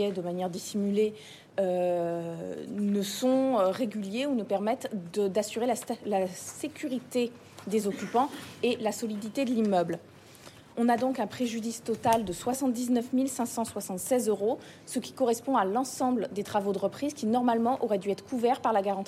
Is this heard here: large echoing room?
yes